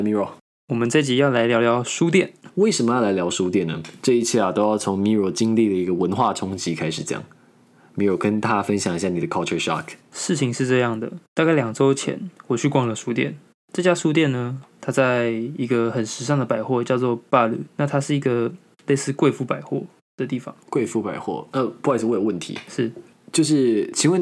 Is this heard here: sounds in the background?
no